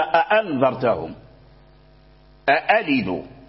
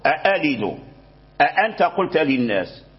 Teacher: همزتان في كلمة واحدة وكانتا مفتوحتين، أي الأولى مفتوحة والثانية مفتوحة، فالهمزة الثانية تبدل ألفا، أي تبدل من جنس حركتها